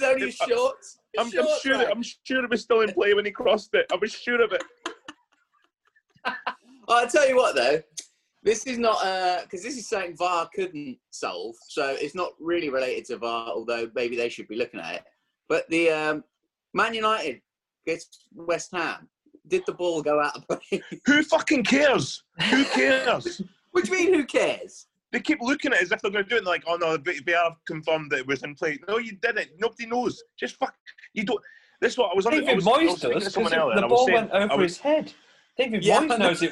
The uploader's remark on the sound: As they chat over zoom.